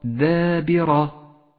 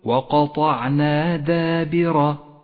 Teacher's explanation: لاحظ أن الدال مرققة والألف مرققة والباء مرققة، وأما الراء فقد فخمت لأنها مفتوحة وهي ملونة بالأزرق الغامق إشارة إلى تفخيمها، فقل وقطعنا دابرة. ثم